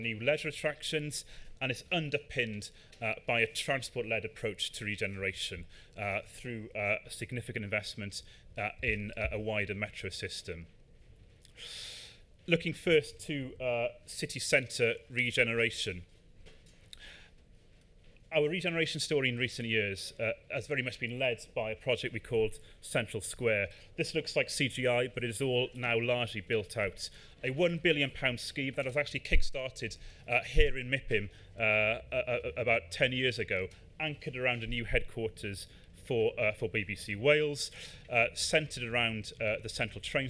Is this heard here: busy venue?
yes